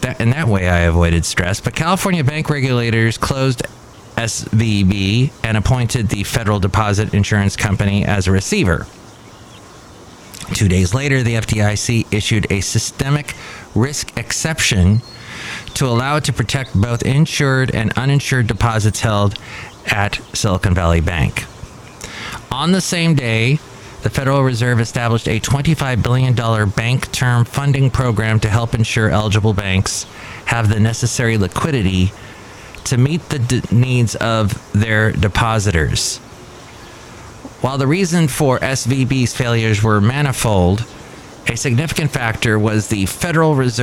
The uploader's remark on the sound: podcasts live from Café Anyway